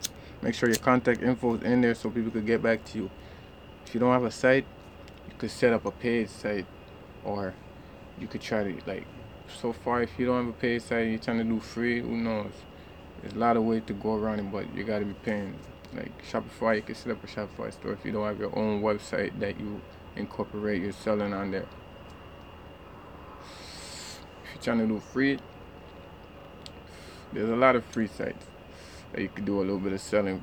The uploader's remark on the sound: Sorry for background noise I was in my backyard chilling